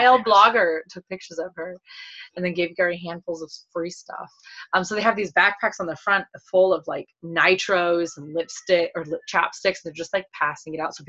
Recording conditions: video call